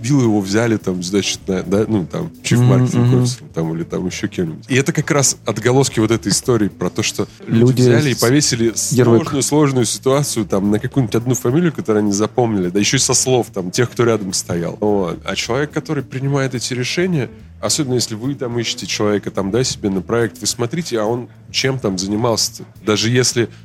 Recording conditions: busy venue